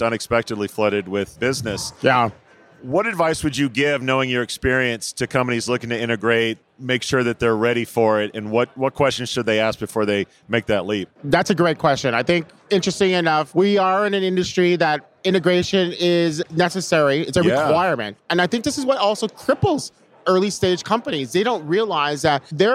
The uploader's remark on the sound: Live from UNLEASH America in the Workhuman booth